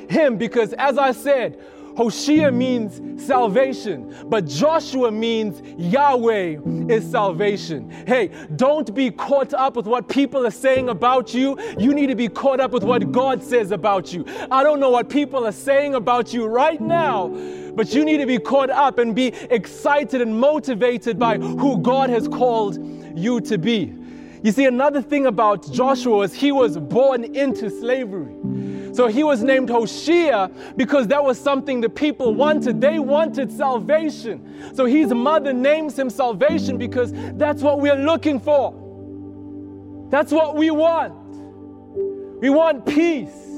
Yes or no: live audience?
yes